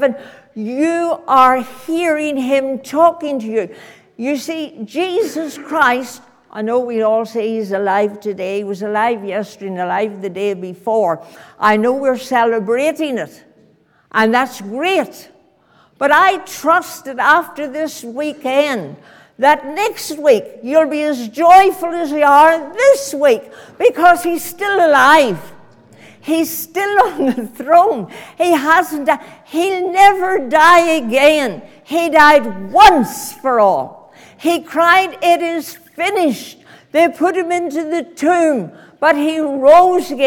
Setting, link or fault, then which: setting, large echoing room